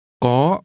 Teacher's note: Notice that the first part of a yes-no question has a high rising tone.